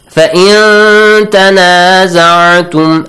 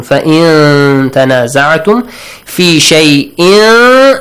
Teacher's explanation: again ikhfa, hide the sound of nun. Fa in tanazartum fi shay'in, again the same way, hide the sound of tanwin, because tanwin and nun, they have the same rules, okay?